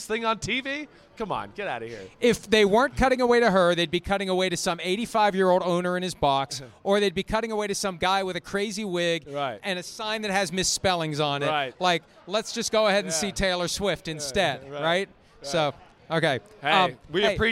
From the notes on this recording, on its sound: Live Audience Picks Pod from Las Vegas!